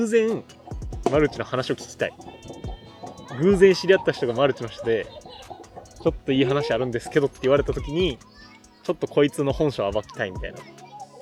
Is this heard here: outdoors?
yes